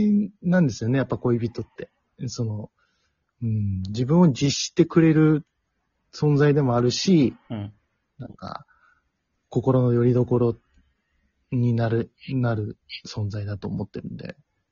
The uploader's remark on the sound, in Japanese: リモート収録。